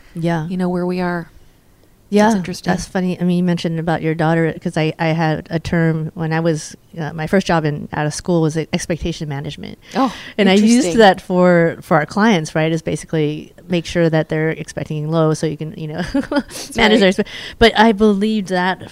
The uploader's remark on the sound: This episode was recorded in person at the Women Lead Change Quad Cities Conference